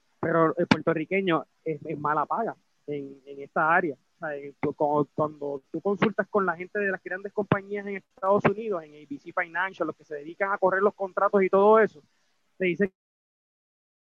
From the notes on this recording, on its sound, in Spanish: a través de la plataforma Zoom